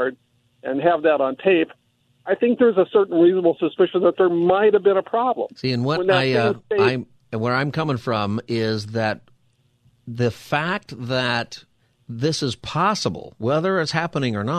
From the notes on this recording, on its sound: Listeners call